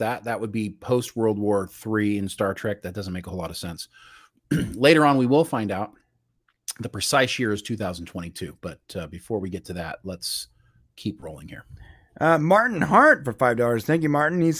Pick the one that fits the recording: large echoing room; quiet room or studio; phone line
quiet room or studio